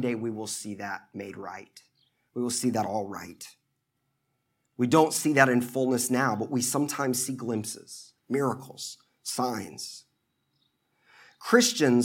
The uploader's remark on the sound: at the Washington National Cathedral in 2008